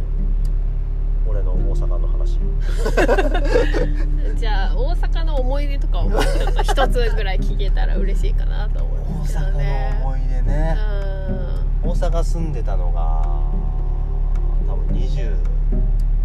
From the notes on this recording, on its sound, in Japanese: 初野外！俺たちの有明海後編。30度超え太陽の下の暑さに耐えられず、近くに停めていた車に移動して後編。